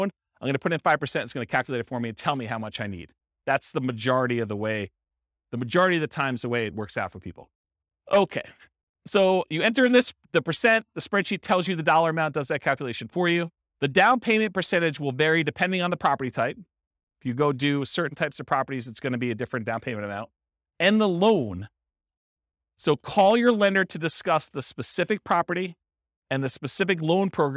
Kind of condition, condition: setting, live audience